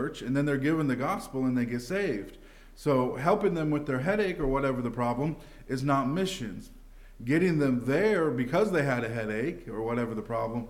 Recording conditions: large echoing room